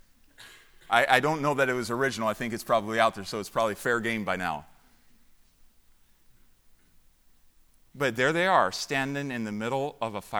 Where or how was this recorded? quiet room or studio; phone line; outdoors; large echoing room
large echoing room